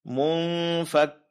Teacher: nun sukun bertemu dengan huruf fa, ini adalah dengungnya ikhfa